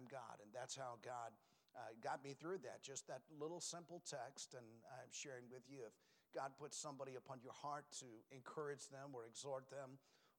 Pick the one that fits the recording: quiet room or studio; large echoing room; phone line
large echoing room